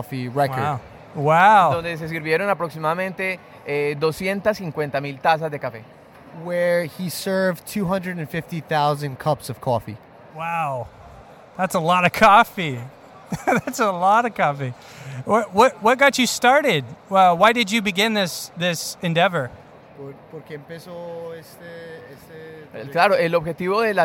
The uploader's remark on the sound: I found myself on a last-minute flight to Boston for the SCA Expo this year. Host an open-mic style interview with any coffee loving person I could find.